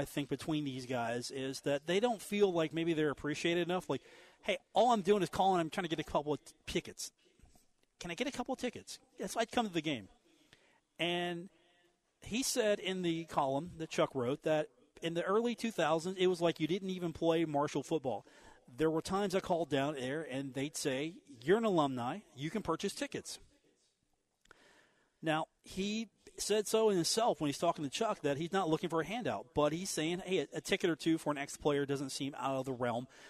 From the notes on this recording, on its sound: Coming to you live from the Union Pub & Grill.